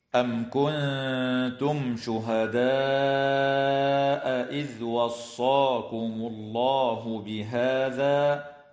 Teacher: الميم الساكنة في قوله تعالى: أم كنتم شهداء، حكمها الإظهار الشفوي، وتخفى النون الساكنة عند التاء مع الغنة مرققة في كلمة كنتم، وتمد الألف من كلمة شهداء بمقدار 4 أو 5 حركات من قبيل المد المتصل